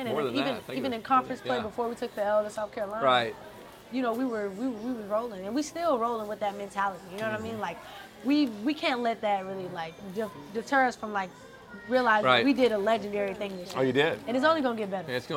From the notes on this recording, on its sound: at the Fiery Crab in Baton Rouge for some delicious food